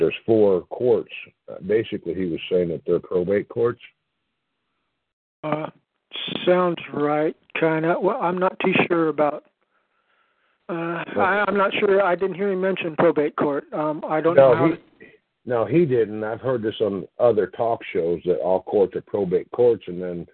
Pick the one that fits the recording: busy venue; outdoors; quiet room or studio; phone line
phone line